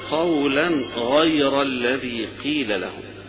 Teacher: الجمهور من القراء على انه التنوين هنا لابد من اظهاره بعد حرف الغين هنا، ما عدا ابا جعفر، ابو جعفر ينون هنا ايضا فيقول قولا غير الذي قيل لهم، اخفاء فيها يخفيها، هذا ابو جعفر وحده الذي يقرا ذلك.